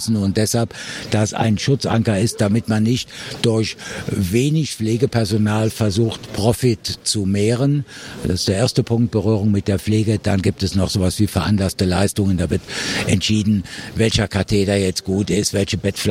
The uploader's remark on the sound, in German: Live vom Deutschen Pflegetag. Darüber hört Ihr Stimmen von Besuchenden und Referent*innen.